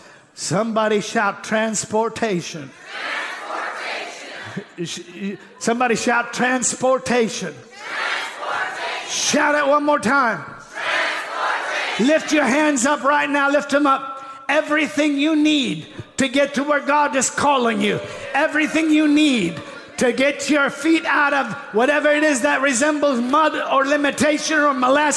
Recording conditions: live audience